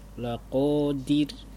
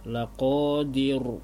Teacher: Ra-nya tipis karena sebelumnya berharokat kasrah. · Shown in: first take · Kasrah. Ya, ra-nya sukun karena waqaf dan huruf sebelumnya kasrah.